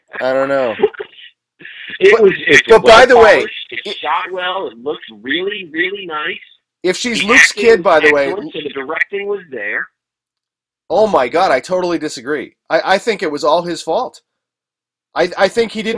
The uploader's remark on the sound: Skype Call